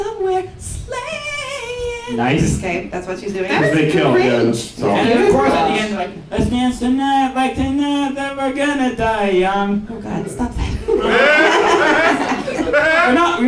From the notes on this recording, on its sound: In this raucous live recording contestants pitch a comedic slasher movie.